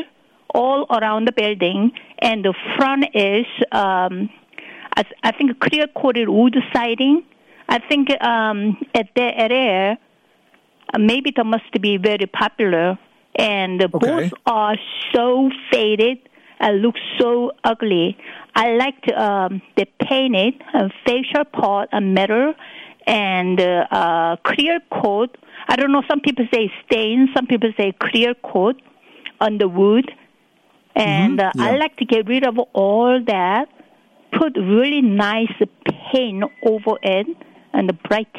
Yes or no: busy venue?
no